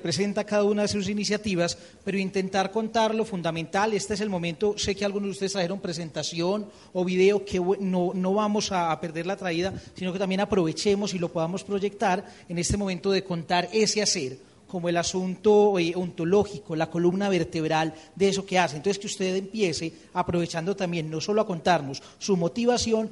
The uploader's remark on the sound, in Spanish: Panel realizado en el Encuentro de Comunicación para la Paz llevado a cabo en el auditorio Monseñor Flavio Calle Zapata de la Universidad Católica de Oriente. Rionegro - Antioquia - Colombia.